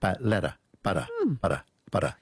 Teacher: instead of making a real D, it's just this kind of a quick bounce · Term: a flap